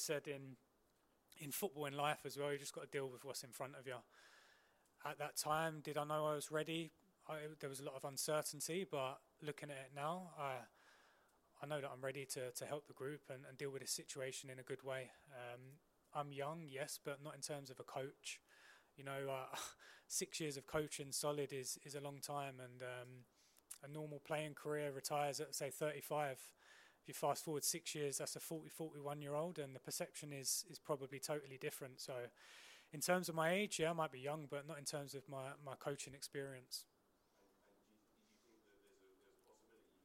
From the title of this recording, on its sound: EMBARGOED PRESS CONFERENCE